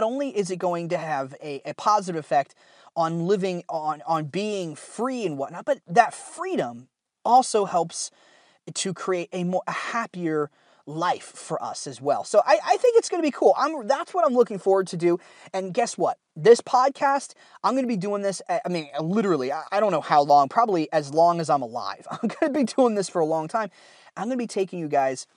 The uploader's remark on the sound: The audio isn't that good in this episode because I recorded it on a cheap lapel mic while I was driving over the weekend.